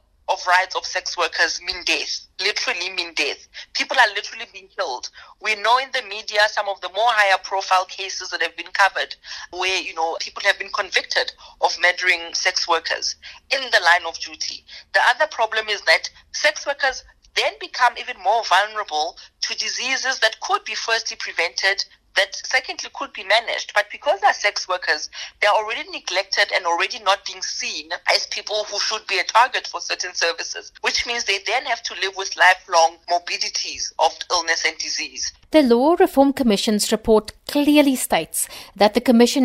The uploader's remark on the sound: spoke by phone